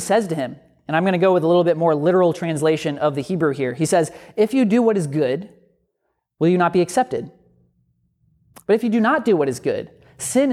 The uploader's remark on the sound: A sermon from Grifton United Methodist Church